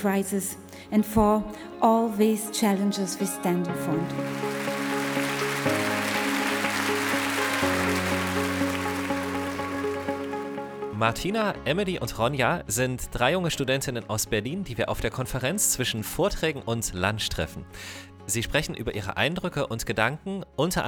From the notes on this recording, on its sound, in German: Q BERLIN 2022. Live Aufnahmen und Interviews von der Konferenz.